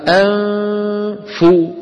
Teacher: لما ننطق الفاء ينقطع صوت الغنة